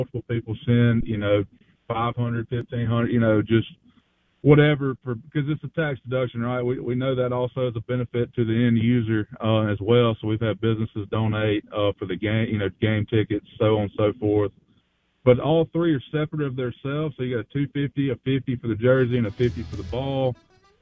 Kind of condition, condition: link, phone line